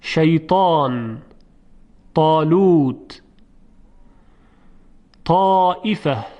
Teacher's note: وقتی که خوب دقت کنیم میبینیم که علاوه بر سر زبان قسمت‌های دیگری هم از زبان منطبق شدن با سقف دهان، یعنی بالا رفتن و به اصطلاح نزدیک به سقف دهان قرار گرفتن، منطبق بر اون. · Term: اطباق